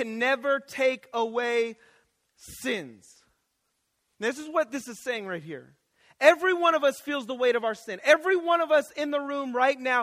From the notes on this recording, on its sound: Chapel audio recordings from Eastern Nazarene College in Quincy Massachusetts.